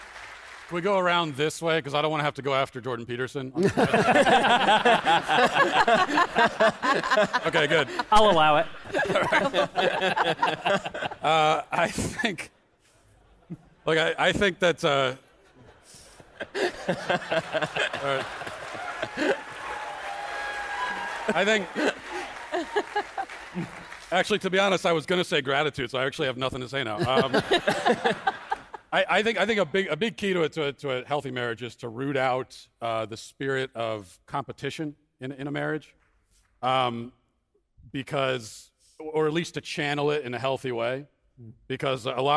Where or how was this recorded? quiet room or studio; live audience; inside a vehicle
live audience